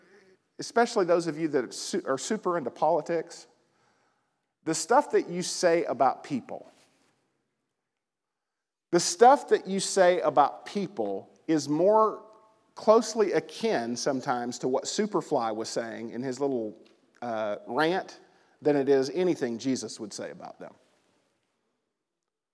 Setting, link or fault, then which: setting, large echoing room